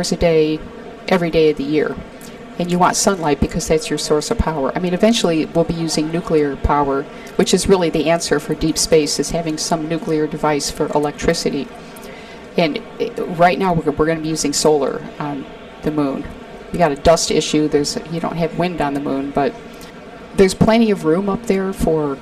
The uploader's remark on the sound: Recorded at the 2023 Northeast Astro Forum